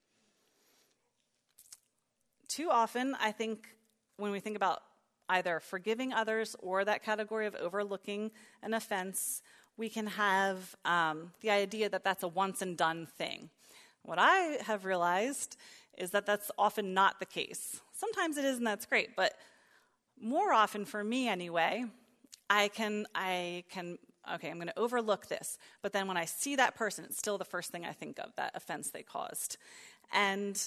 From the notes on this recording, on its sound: preached during the third session at our 2022 Women's Retreat on April 9, 2022